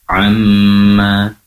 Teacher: Pastikan mim yang bertasydid itu gunnah ya, dengungnya lebih lama. Amma, durasi penempelan kedua bibir lebih lama. Amma, karena mim berasal dari dua bibir.